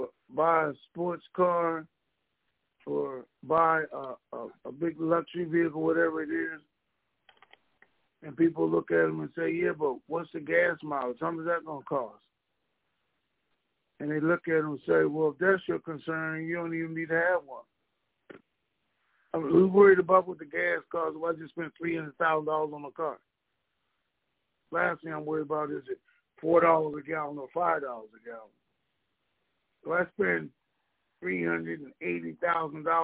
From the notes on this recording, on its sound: TNTSuperfantastic Conference Call